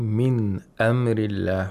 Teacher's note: We have ilhar of nun sakina here. The nun sakina is pronounced completely. Because of the letter of the throat.